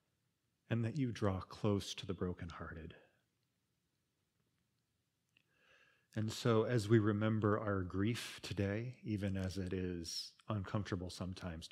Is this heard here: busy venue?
no